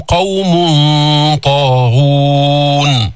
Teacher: عم نفخم الإخفاء لأن الطاء من حروف التفخيم، ولاحظتوا كيف عم نجيب الضمة كاملة.